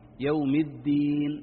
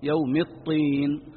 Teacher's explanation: لو بالغته تبي تأتي به وتغلق المخرج عليه صار طاء · Shown in: second take